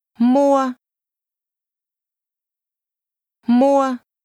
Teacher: This is pronounced with a mid-level tone.